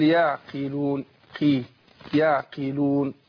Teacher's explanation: القاف مكسورة بتاخد أدنى درجات التفخيم